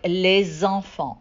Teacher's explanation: The liaison is made between the S at the end of a word and the next word, which starts with a vowel.